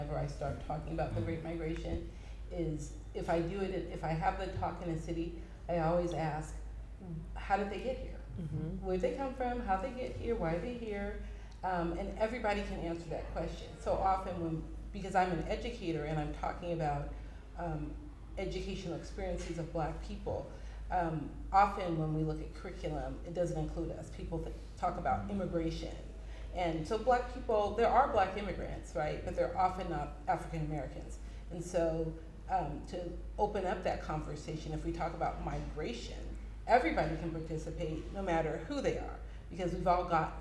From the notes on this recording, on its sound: This conversation took place on September 30, 2023 at the West Oakland Cultural Action Network’s Land is Liberation Festival in the Storytelling Pavilion.